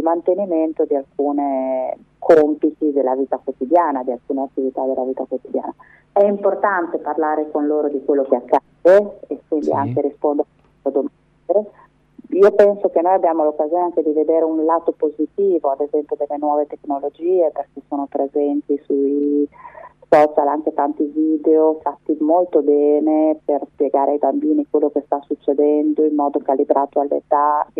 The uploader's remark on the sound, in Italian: TELEFONO O SKYPE.